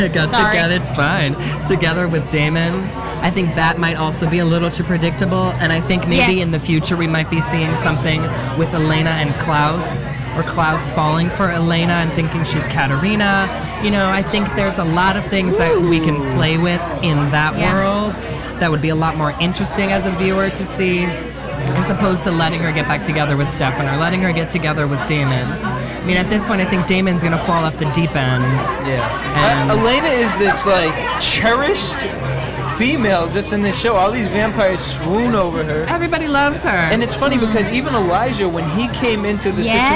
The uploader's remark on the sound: broadcast live from the Kari Feinstein Emmy’s Style Lounge gifting suite from the world famous Mondrian Hotel on Sunset Blvd in Los Angeles